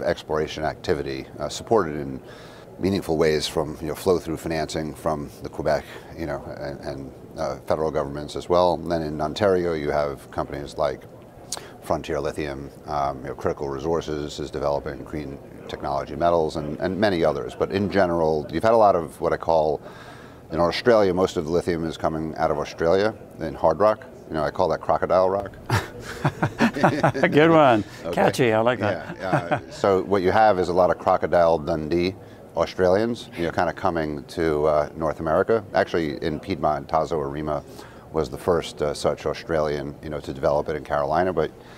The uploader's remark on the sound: Interview at Benchmark Minerals Conference.